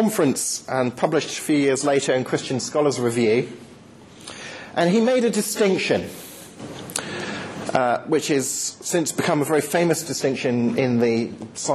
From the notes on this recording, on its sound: Lecture delivered to the University of York Postgraduate Christian Fellowship, Dec 9th 2010.